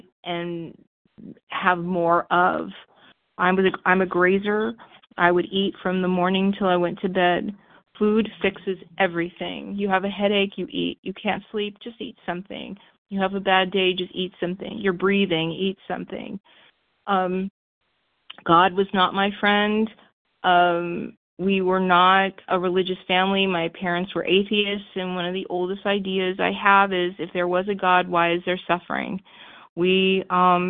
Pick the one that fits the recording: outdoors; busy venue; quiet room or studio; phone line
phone line